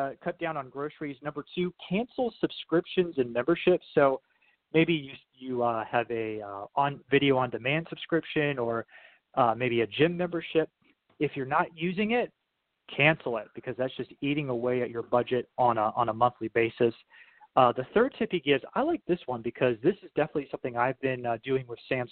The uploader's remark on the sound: We open up the phone lines.